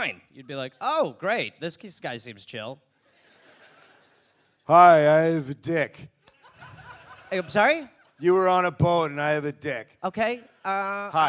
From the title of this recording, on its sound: Live in Melbourne